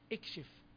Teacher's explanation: أما إن كان ثالث الفعل بعدها مكسورا كما في كلمة اكشف في نهاية العمود الأيمن الصف الأخير، كلمة اكشف هذه هنا فعل كما هو واضح، ثالث الفعل بعدها مكسور وهو الشين، إذا نبدأ بهمزة الوصل مكسورة فنقول اكشف